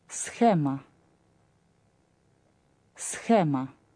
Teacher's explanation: The word for map is схема, like the English word scheme, but with a х sound, not a hard к